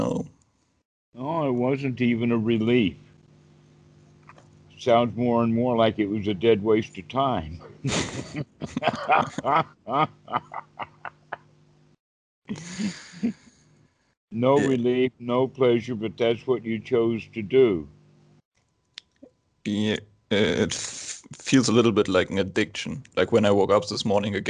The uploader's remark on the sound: skype calls